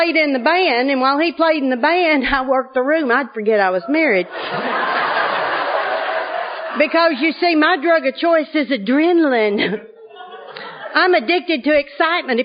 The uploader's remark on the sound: is the Al-Anon speaker at the 2010 Arkansas State AA Conference